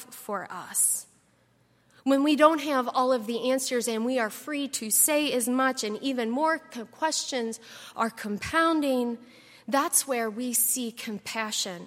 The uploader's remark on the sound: at Highland Baptist Church